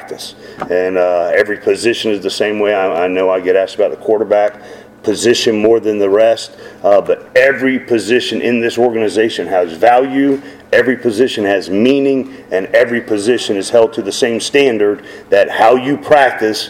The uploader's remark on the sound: Postgame press conference (USF).